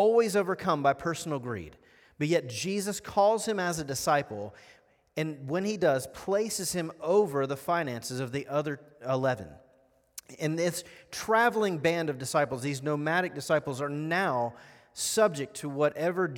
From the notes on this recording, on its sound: At The Fellowship in Nashville. Recorded live.